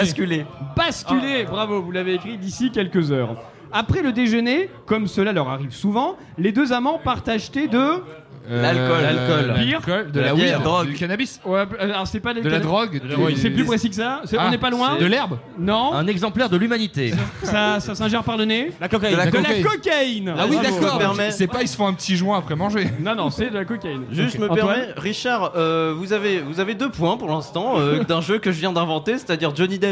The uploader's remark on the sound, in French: En direct du Lou Pascalou. N'a plus de micro au bout d'un certain moment.